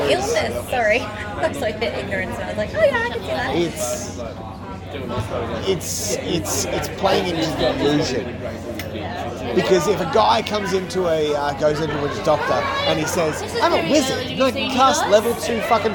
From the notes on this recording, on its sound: There is a lot of background noise, which gets louder as the episode progresses.